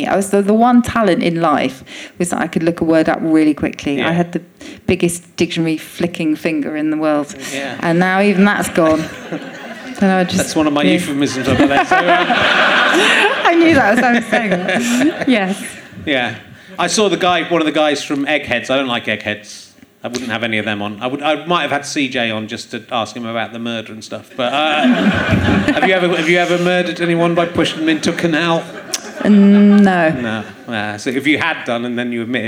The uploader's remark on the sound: Leicester Square Theatre Podcast